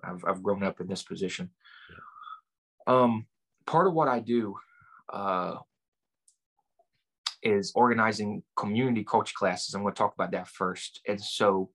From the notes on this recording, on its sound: Recorded 12.22.2021 from Raleigh, NC & Lumberton, NC on Zoom